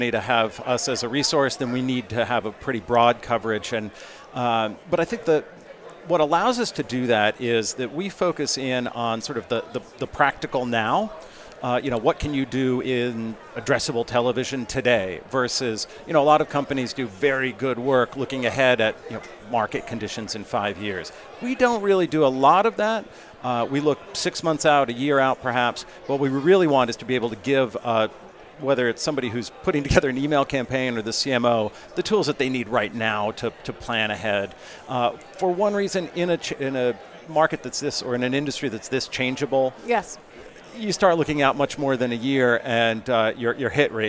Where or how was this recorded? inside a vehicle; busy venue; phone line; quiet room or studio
busy venue